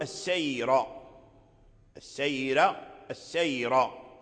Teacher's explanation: سبب ترقيق الراء هو الياء الساكنة قبلها